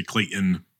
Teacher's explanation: even when I say my name, I don't pronounce the T. I say Clayton, like like it's an I N.